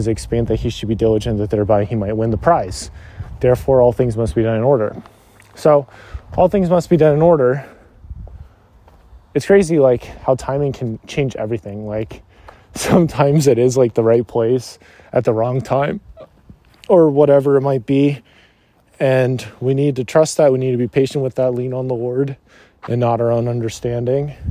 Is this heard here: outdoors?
yes